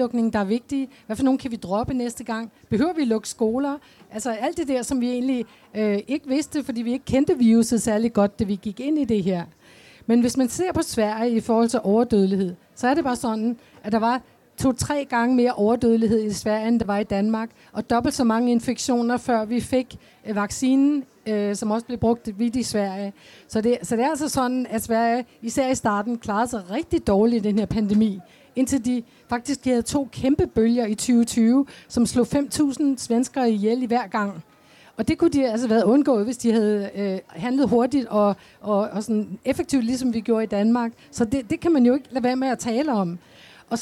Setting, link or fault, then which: setting, live audience